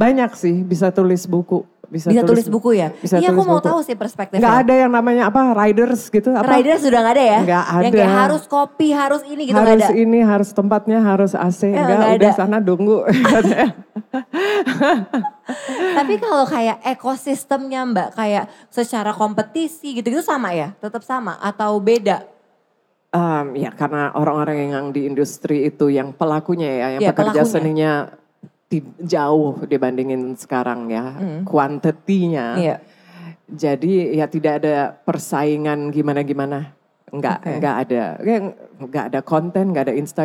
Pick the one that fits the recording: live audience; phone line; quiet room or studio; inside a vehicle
live audience